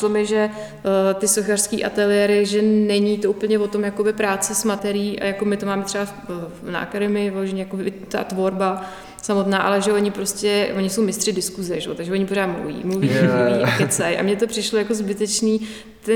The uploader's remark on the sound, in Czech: Prostory jejich ateliéru (ex-hospody) jsou vskutku velkolepé, takže zvuk opět není tip ťop (hodilo by se tam pár akustických panelů)